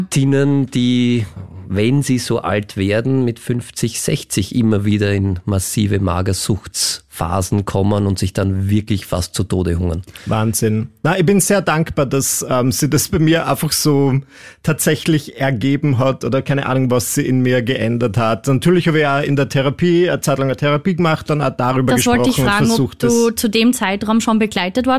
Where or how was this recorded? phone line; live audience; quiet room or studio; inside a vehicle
quiet room or studio